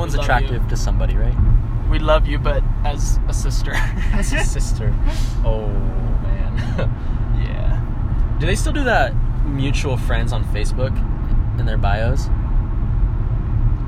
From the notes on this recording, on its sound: We literally did our first two podcasts in the car so please excuse the horrible audio quality